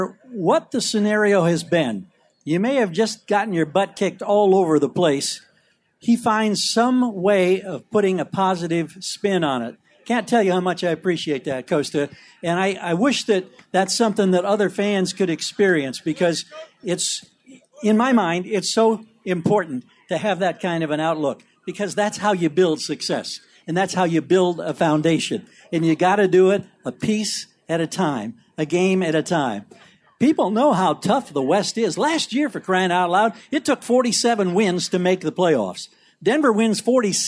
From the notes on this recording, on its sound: Live At Sports Fest.